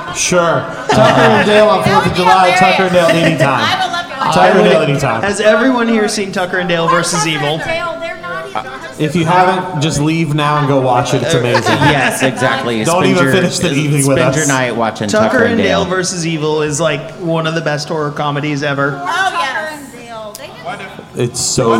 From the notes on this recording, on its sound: Midnight Terrors Live From Oak Road Brewery. Midnight Terrors is back with our second live episode from our Midnight Terrors Live: Here Comes Krampus! We sat down with our audience.